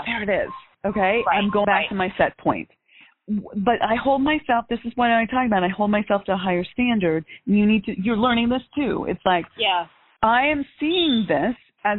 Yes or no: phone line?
yes